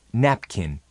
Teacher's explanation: Cuide la pronunciación del acento en la primera sílaba, así como la de la N final.